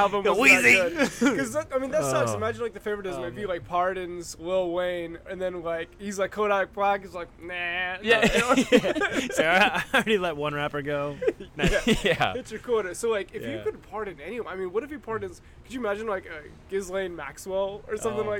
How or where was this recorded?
busy venue